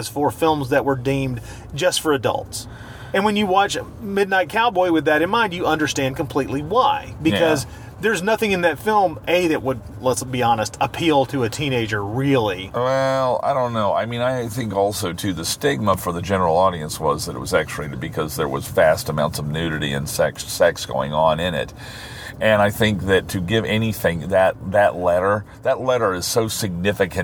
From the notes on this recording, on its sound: This might be the episode of the show recorded in the strangest fashion. This required a road trip. I thought it might be a good idea to record what occurred in the car just in case the police became involved. Hearing the car beep and the GPS tell us about traffic problems.